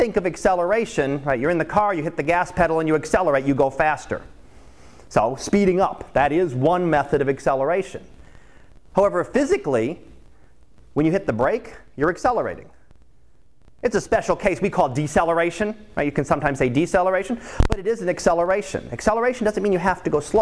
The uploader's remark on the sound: Live Class Lecture